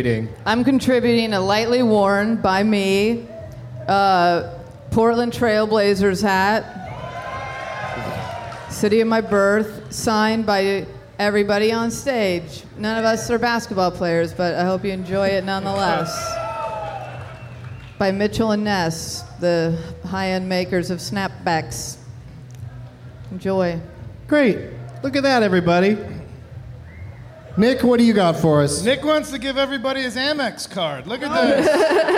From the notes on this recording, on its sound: Live from the Pemberton Music Festival in Pemberton, BC